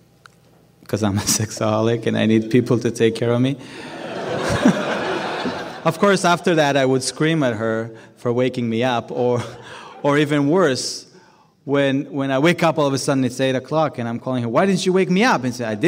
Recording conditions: live audience